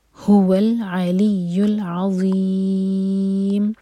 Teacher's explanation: ज़ा के लिए हमारी ज़बान ऊपर वाले दांत को टच करेगी और मुंह भर कर पढ़ेंगे